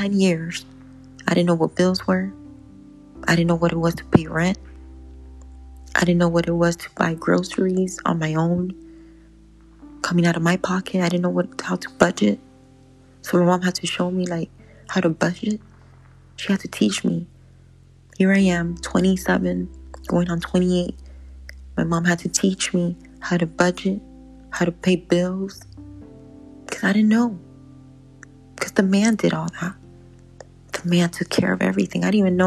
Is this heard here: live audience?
no